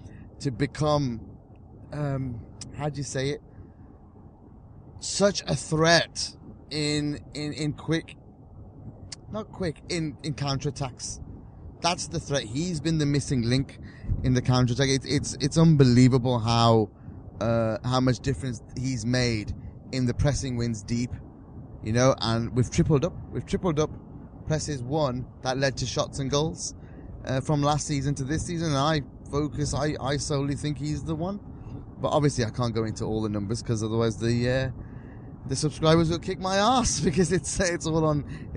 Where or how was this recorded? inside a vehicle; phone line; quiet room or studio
inside a vehicle